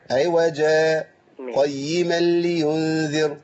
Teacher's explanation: عايزين بقى نعمل سكتة كده من غير نفس